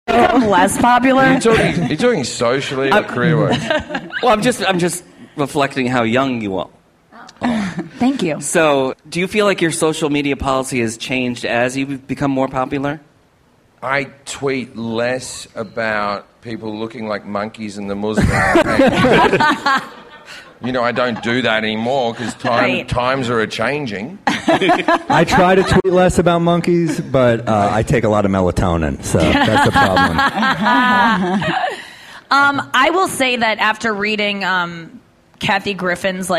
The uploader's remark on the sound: This is a special edition of Last Things First, recorded live during Clusterfest 2018 in San Francisco. Comedy Central was kind enough to ask me to host a series of Clusterfest panels for the media that they called fireside chats.